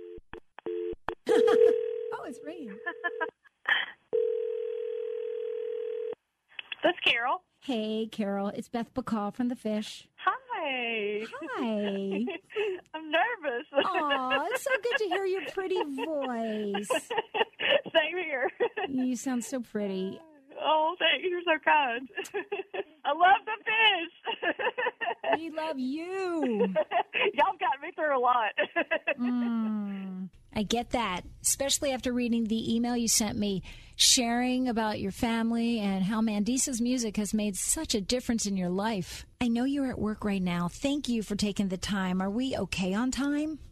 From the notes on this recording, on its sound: she surprises a listener with a phone call she'll never forget